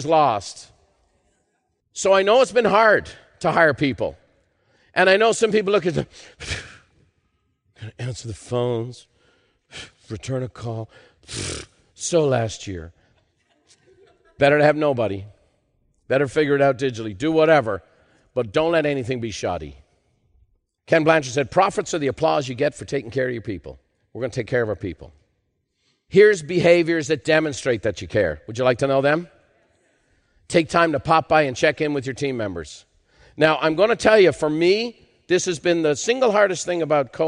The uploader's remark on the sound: In part 2 of this special live recording